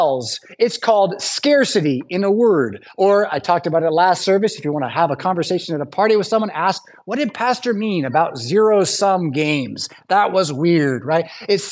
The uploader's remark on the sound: Preached at St Paul Lutheran Church , Rockford, Illinois on January 21st, 2023.